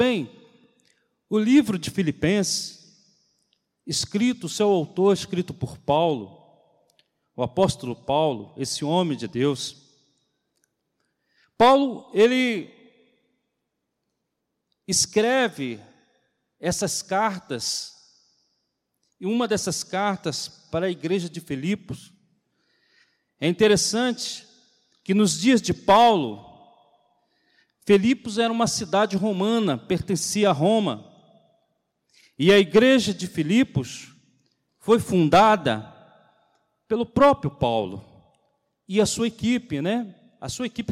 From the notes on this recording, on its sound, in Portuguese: CULTO DE LOUVOR E PALAVRA AO VIVO